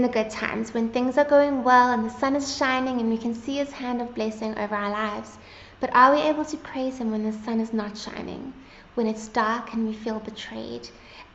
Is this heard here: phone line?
no